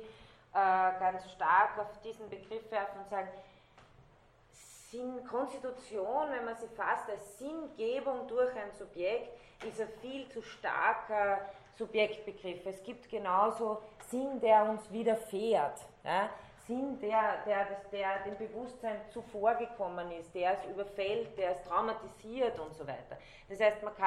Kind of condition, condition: setting, large echoing room